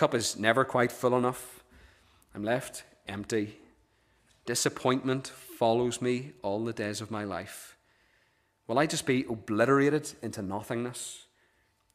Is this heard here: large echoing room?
yes